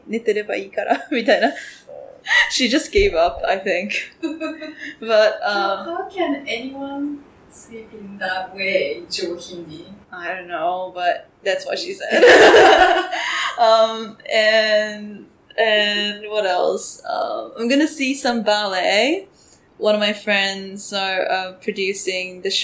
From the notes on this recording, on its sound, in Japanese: 今回音声クオリティ低めです。